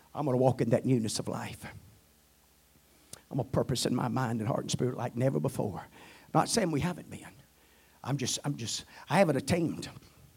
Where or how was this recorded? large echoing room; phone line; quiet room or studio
large echoing room